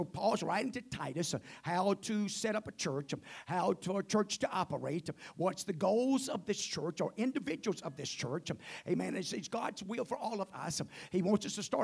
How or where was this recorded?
large echoing room